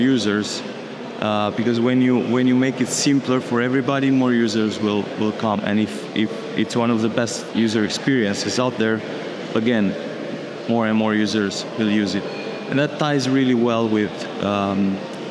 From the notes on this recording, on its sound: This week's podcast features a number of interviews we conducted in Romania, during the xDay conference hosted by MultiversX.